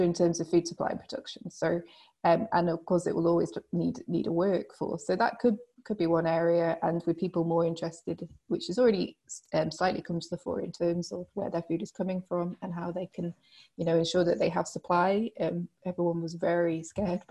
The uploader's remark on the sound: FAI webinar